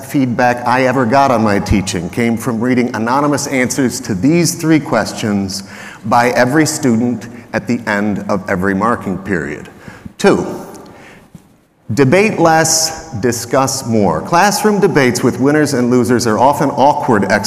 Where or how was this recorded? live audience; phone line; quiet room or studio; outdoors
live audience